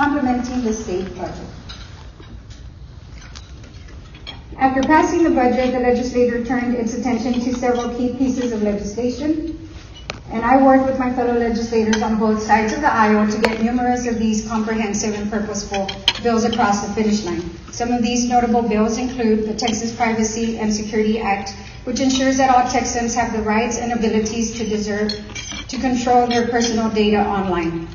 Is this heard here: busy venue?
yes